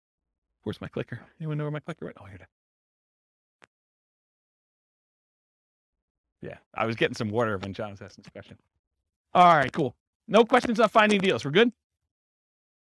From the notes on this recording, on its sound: This was a live class recorded